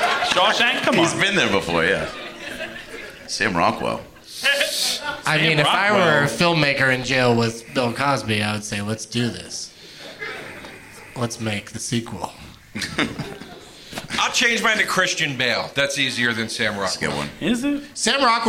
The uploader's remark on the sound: Live from Hyena's Comedy Club in Dallas